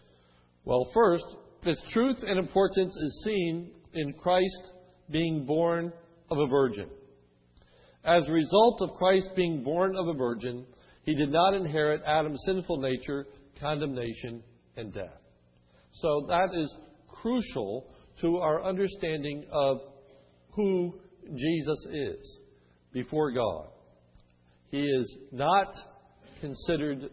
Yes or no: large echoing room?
yes